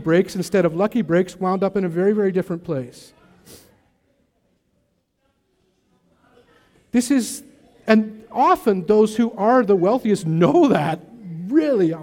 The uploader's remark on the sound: Recorded at the Wallace Venue in North Vancouver.